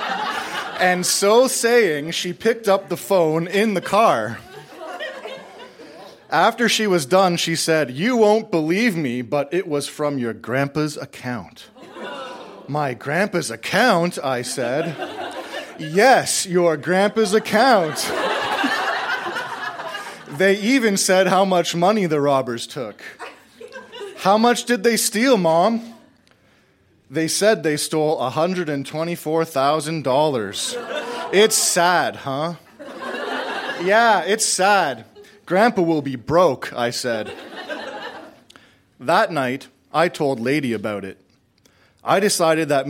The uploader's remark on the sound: Recorded live at TWH Social in Kitchener.